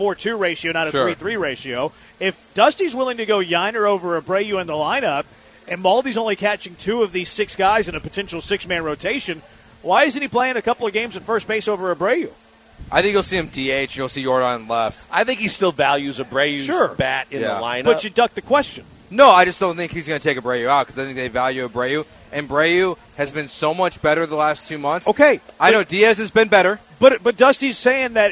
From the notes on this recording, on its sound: LIVE from Drift Bar in the Heights!